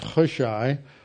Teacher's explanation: the reason I'm making that a guttural, it's not a soft H, it is the harsh chet in Hebrew